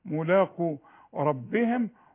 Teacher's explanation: اللام والالف مرققين والقاف مفخمة